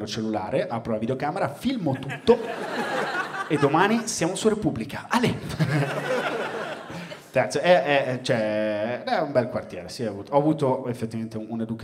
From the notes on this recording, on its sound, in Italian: Registrato a Firenze al Teatro Puccini. Grazie a tutte le persone che sono venute a vedere lo spettacolo dal vivo.